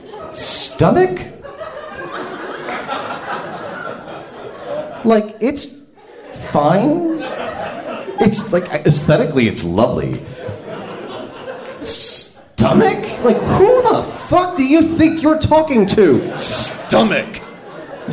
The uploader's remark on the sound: Live From Philly 4! Tell stories at our latest trip to the City of Brotherly Love.